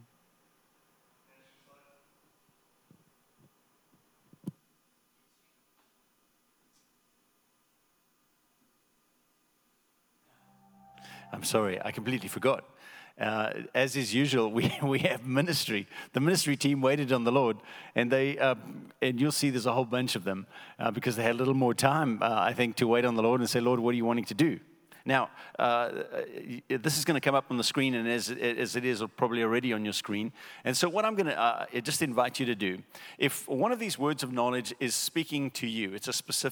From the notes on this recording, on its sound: Recorded at Northlands Church on March 15, 2020.